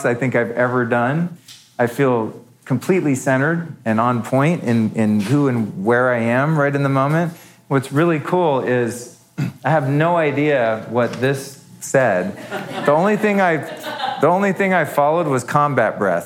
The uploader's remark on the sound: Live At OsteoStrong (Bootleg Broadcast Birthday Show)